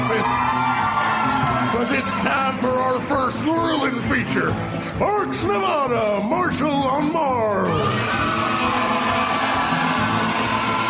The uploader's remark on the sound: Recorded Live 5/2/2011 at Largo, Los Angeles.